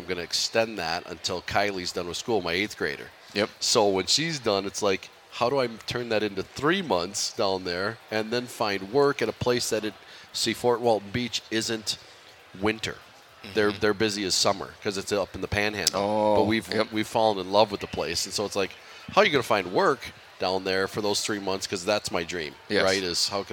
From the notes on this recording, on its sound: LIVE from the Golf Show. 2024 Minnesota Golf Show!